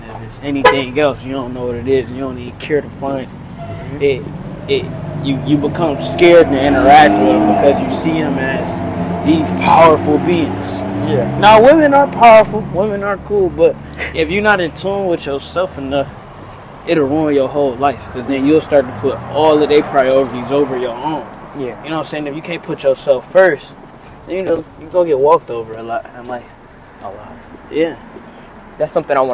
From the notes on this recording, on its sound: Today I tried something new, I did a walk and talk style podcast while chatting with my cousin.